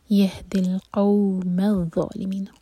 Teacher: آخر میں می چار حرکہ لمبا اور آخر میں نون کا ساؤنڈ کلیئر آئے